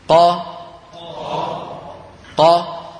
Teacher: قا كيف نشأت هذه الألف؟ بتطويل قا بمقدار قا أخرى